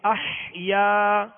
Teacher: اسے ایک الف یعنی دو حرکت کے برابر کھینچ کر ادا کریں گے · Term: الف مدہ